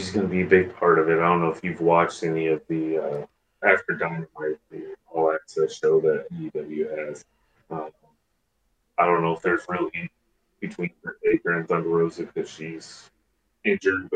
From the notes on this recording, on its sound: Forgive the audio, it's the first show.